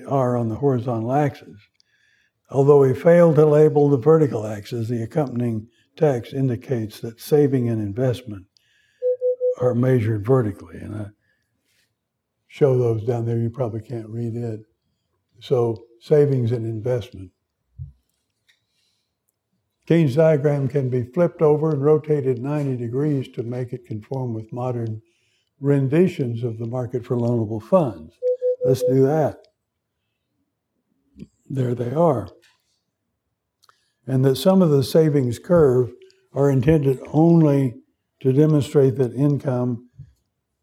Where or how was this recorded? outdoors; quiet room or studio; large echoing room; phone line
large echoing room